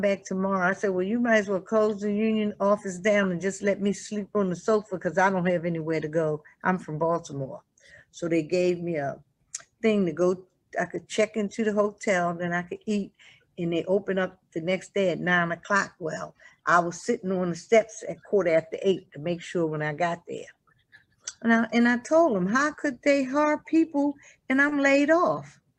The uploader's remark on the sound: this one-hour Zoom discussion